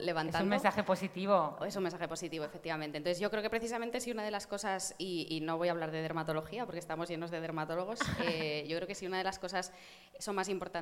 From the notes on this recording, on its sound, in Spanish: es la primera vez que el podcast "De Piel a Cabeza" se graba en directo con público